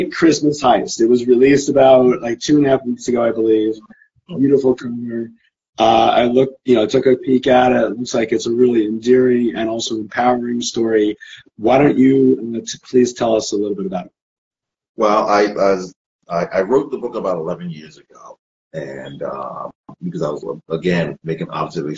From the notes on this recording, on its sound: part of a series of Instagram Live interviews